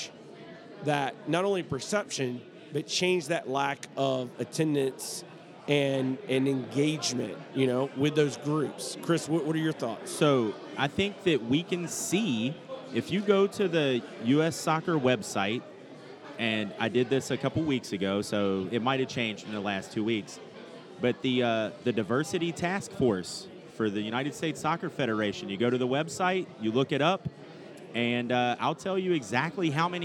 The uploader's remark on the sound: Live at the Bar of the US Soccer AGM